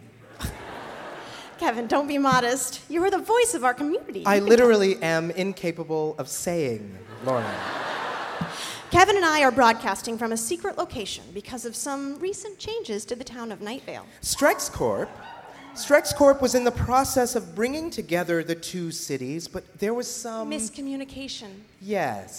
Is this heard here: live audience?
yes